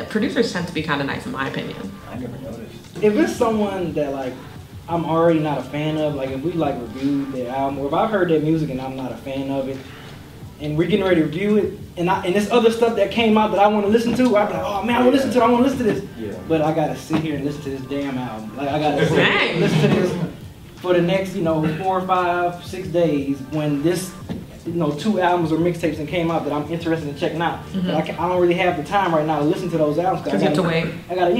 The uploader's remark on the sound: DEHH Live Panel Discussion